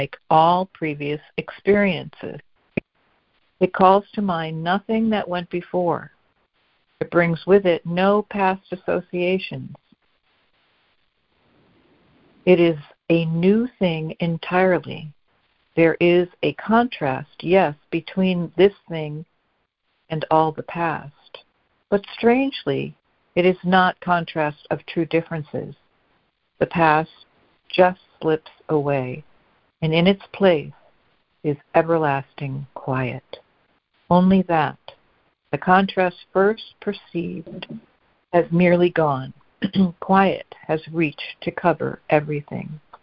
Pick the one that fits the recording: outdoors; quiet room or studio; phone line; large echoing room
phone line